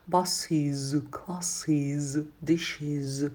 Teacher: окончание ис, которое мы добавляем, будет читаться звонко. Из, buses, classes, dishes.